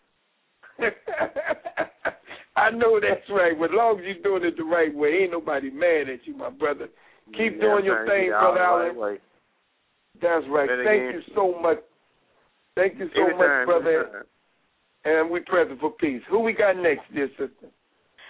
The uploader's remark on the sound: Members call